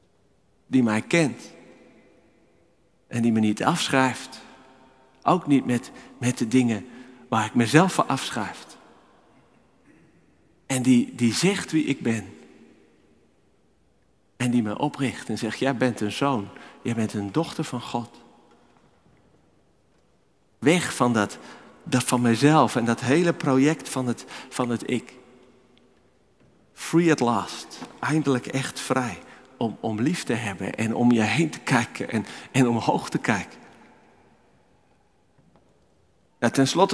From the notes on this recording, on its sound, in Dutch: Opgenomen in de Noorderkerk te Amsterdam.